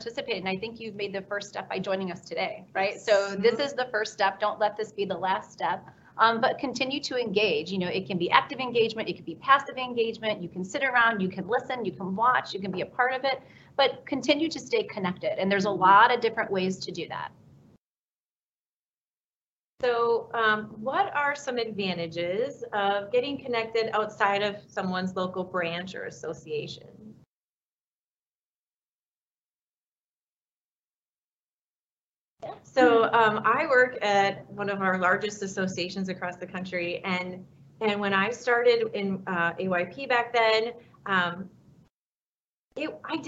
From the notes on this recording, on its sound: Recording of our Leadership Panel Discussion from the YPN Region 2 Virtual Event.